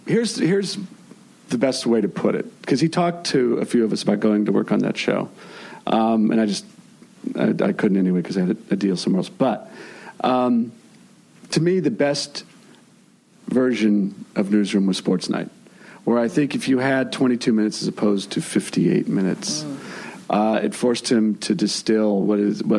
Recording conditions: busy venue